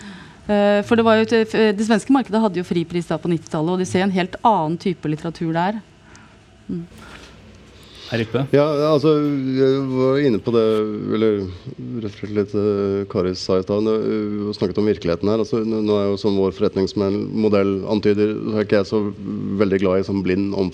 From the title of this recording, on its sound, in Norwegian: Fra Kapittelfestivalen i Stavanger